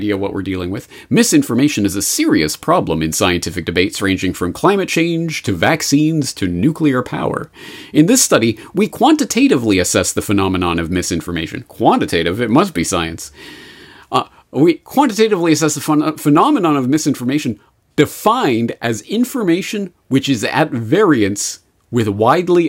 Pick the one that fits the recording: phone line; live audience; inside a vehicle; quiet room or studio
quiet room or studio